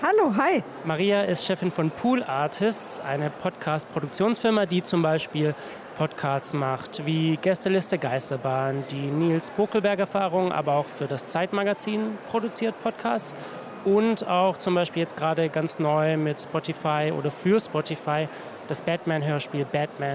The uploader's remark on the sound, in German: Live-Podcast von der Republica